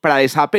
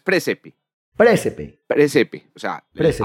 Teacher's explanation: AE no hay que pronunciarlo por separado, sino presepe. · Shown in: second take · Sí, la AE suena como E.